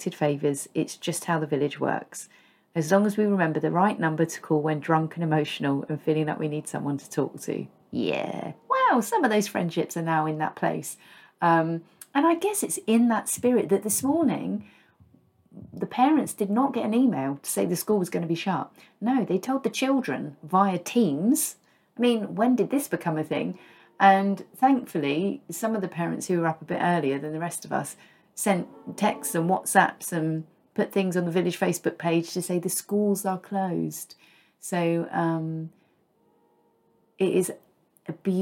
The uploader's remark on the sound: Added sound effects thanks to Storm Eunice finding her way through the gaps in the windows.